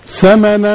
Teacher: طب عند الوصل ثمنا، هنا الغنة تخينة من أجل القاف التخينة